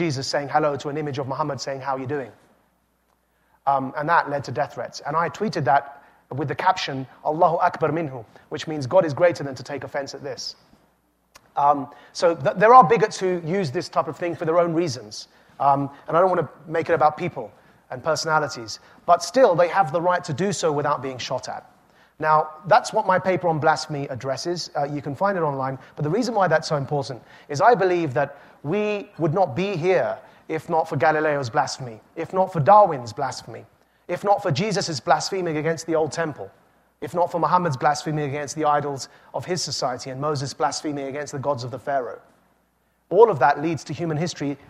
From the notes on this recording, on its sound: This talk was recorded live at the Aspen Ideas Festival.